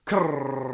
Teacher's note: cream, as in cream in English, rolling the R as in Spanish